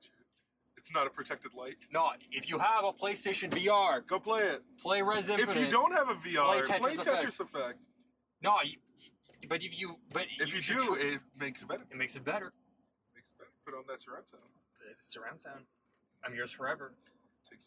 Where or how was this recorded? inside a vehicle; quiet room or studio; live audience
inside a vehicle